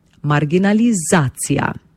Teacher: Ko jo izgovarjamo, poudarjamo tretji zaporedni samoglasnik A, nad njim napišemo ostrivec, tako da pravilno izgovorjena beseda zveni tako.